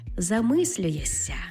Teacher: Пишемо то ми «шся», тобто на письмі «замислюєшся», але вимовляємо «ся» · Term: уподібненням